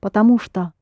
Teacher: although it's two words, потому что, but when you link them together, pronounced together, что becomes unstressed. That's why it sounds потому что.